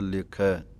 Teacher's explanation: ਪਾਠ ਹੈ ਲੇਖੈ, ਖੱਖੇ ਦੇ ਦਲਾਈਆਂ ਹਨ, ਬੋਲਣ ਲੱਗਿਆਂ ਲੇਖੇ ਨਹੀਂ ਕਹਿ ਦੇਣਾ, ਦੋਵੇਂ ਦਲਾਈਆਂ ਦੀ ਆਵਾਜ਼ ਆਉਣੀ ਚਾਹੀਦੀ ਹੈ